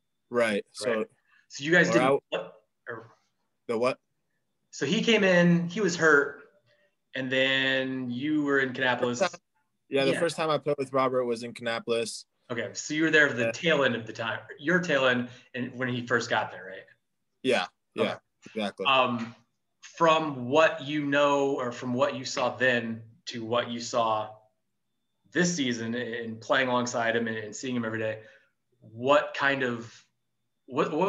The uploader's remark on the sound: on Zoom